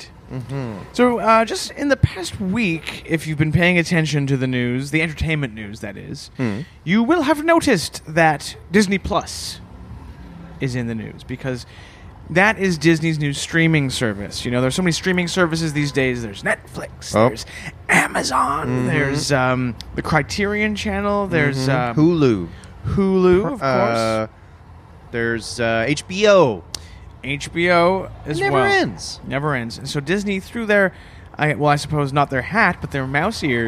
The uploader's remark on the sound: LIVE From the Santa Claus Parade! Reporting live from the Toronto Santa Claus Parade!